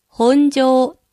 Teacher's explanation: 本庄を本庄と平坦な声調で発音されていると思います